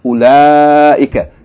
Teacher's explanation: this word is pronounced with the elongation of the fatha on the lam